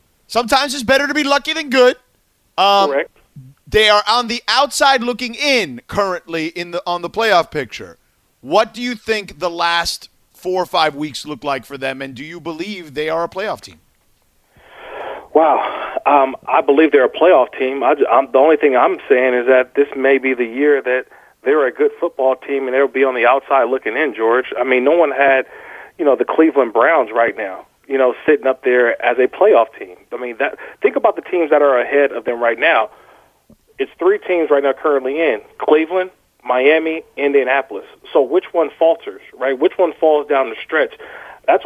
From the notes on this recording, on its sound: Who called.